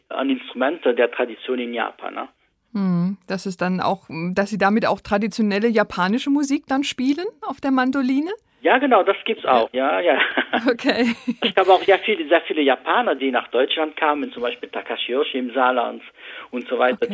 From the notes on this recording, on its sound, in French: l'interview téléphonique